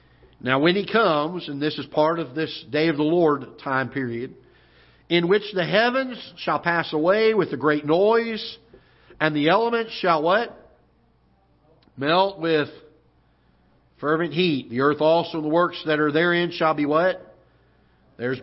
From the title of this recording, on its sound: Ketha Heights Baptist Church ~ Live Broadcast